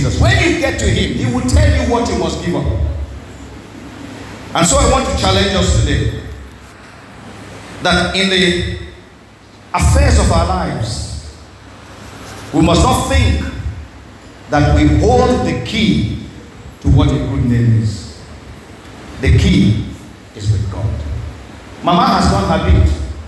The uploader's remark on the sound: This message was preached at Our Saviour's Christ Army Church Cathedral in Okrika on December 9, 2023